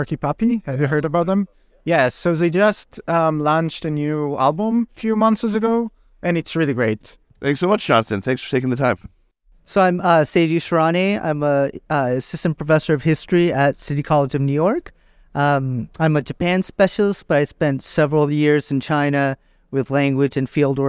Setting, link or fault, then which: setting, busy venue